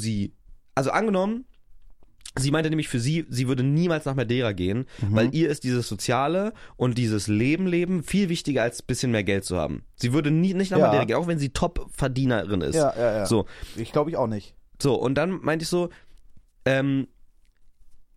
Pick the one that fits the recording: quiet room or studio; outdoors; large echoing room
quiet room or studio